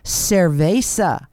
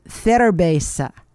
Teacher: the Castilian Spaniards replaced the S sound in words with a TH sound · Shown in: second take